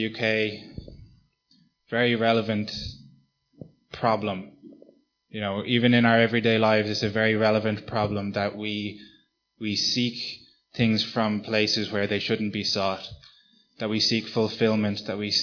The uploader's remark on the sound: Recorded live at Liberty Church on 24th March 2019